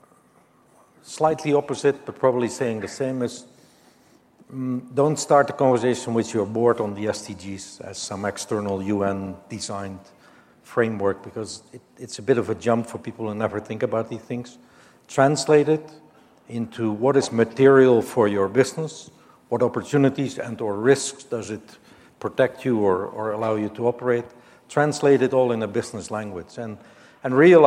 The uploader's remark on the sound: The best of live interviews from GreenBiz events.